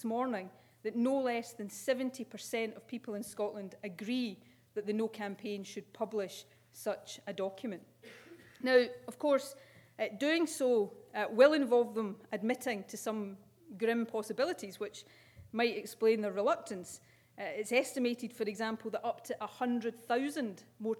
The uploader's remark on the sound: With a keynote speech at St Andrews University.